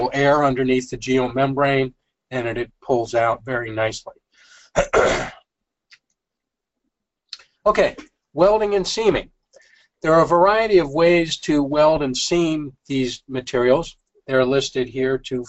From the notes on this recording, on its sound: This is an audio version of the FGI webinar.